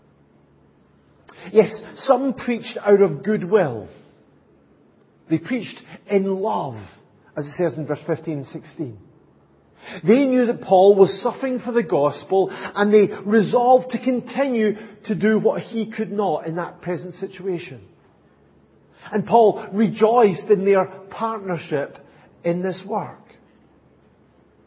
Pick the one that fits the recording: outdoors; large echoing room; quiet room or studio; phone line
large echoing room